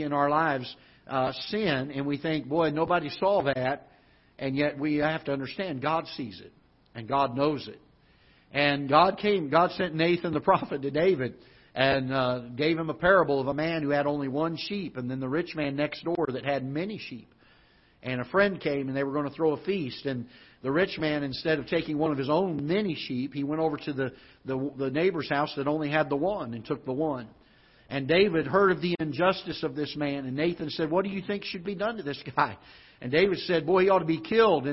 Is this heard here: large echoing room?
yes